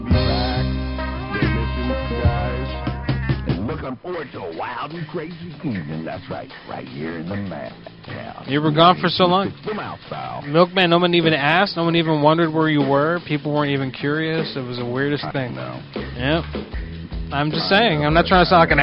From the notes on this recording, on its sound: Prank Phone Calls Collection